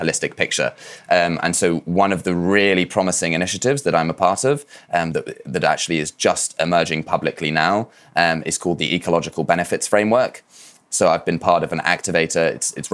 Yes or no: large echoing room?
no